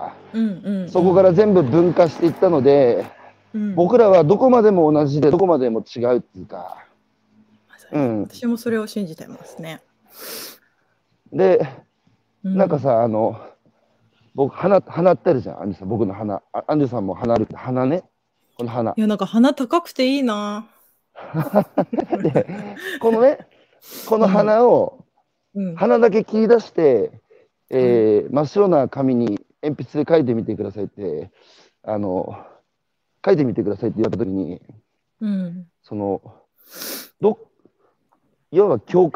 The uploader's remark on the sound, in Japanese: 歩きながら1時間、対談する